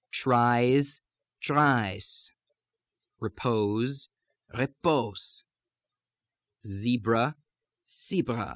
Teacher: the Z becoming a voiceless S, especially in plurals when it comes at the ends of words